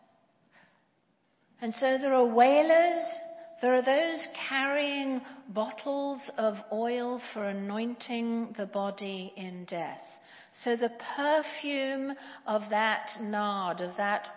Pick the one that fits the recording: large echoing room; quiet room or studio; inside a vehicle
large echoing room